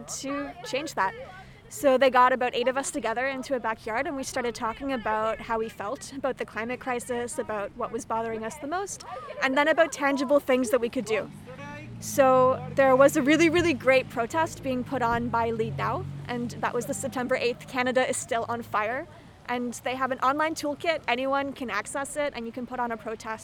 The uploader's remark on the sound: On Site at the Climate Rally